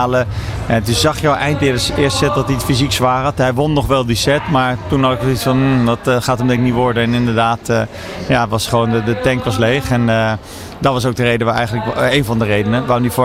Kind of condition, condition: setting, busy venue